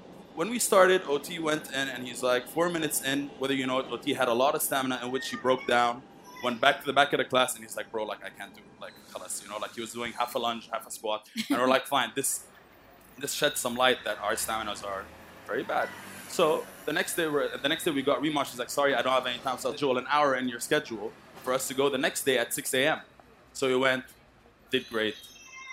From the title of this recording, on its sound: Live From #TodayAtApple